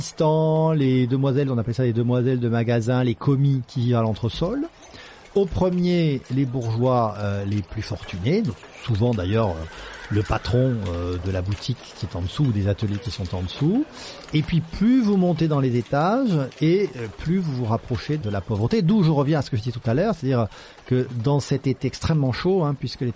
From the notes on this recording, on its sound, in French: Au téléphone dans la rue Cloche-perce, juste devant le studio. Je vérifie mon maigre bagage, un stylo, une feuille blanche, deux micros.